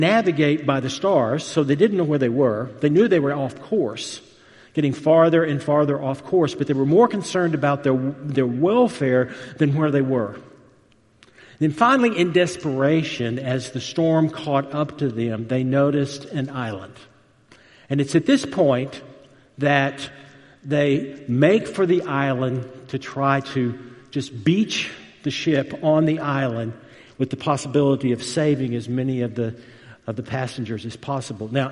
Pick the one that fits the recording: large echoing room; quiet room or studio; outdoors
large echoing room